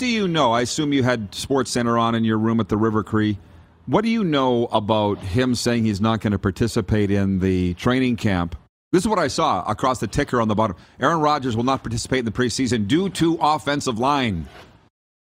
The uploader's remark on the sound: LIVE From Rogers Place in Edmonton. We are LIVE from inside Rogers Place in Edmonton, Alberta... Site of the 2022 World Junior (2.0) championships!